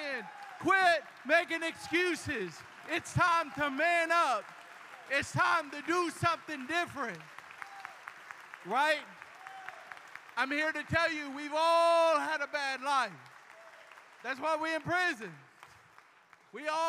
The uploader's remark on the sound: LIVE PRISON SERVICE FROM THE WYNNE UNIT. WITH 300 MEN HEARING THE GOSPEL.